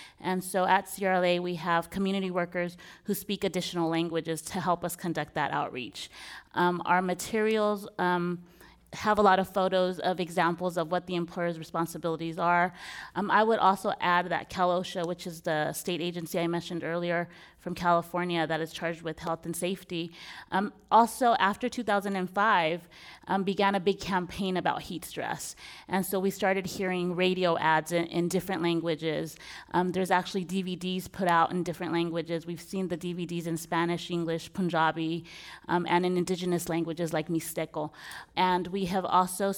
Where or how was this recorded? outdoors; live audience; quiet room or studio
live audience